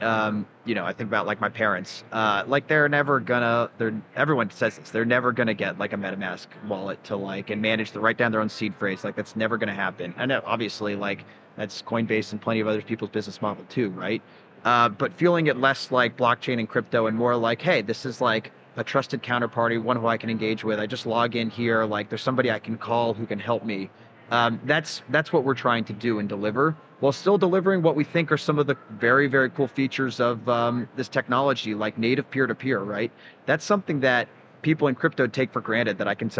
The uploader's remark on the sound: Live from Consensus 2023